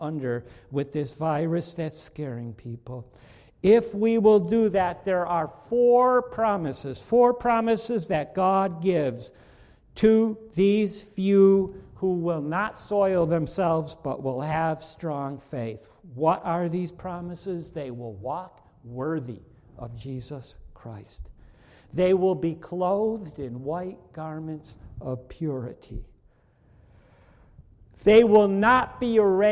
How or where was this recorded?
large echoing room